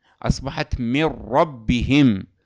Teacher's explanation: من ربهم، هذه النون صفتها الغنة، ذهبت الغنة وذهبت النون · Term: إدغام كامل